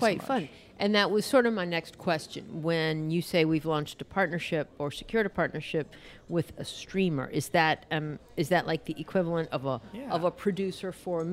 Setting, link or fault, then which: setting, busy venue